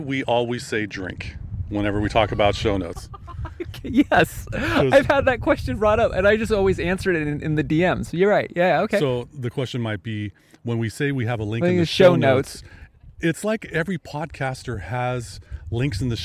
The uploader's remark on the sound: For this summit of an episode, we recorded live from the top of the Whatcom famous Oyster Dome.